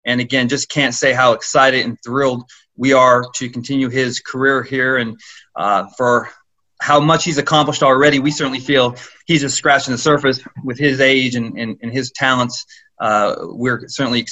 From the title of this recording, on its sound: Zoom conference call